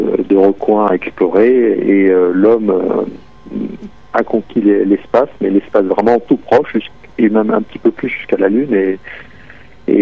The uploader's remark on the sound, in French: Astrophysicien à l'observatoire de Paris (par téléphone).